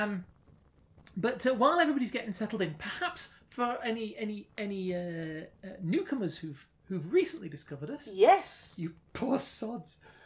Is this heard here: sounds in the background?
yes